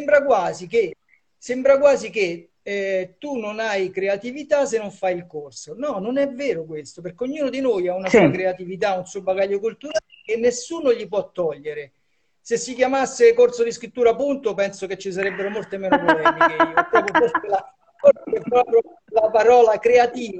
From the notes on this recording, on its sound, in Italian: Questo episodio è stato registrato in diretta su Instagram